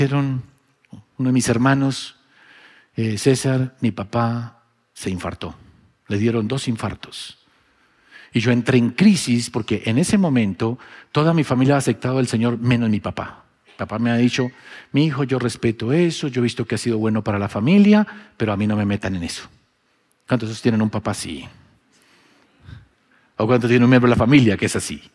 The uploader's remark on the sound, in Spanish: Grabado en auditorio Sin Muros Ministerio Internacional